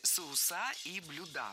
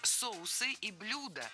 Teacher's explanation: Ударение ставим на первый слог в обоих словах, во всех формах. · Shown in: second take · Term: неподвижное ударение на корне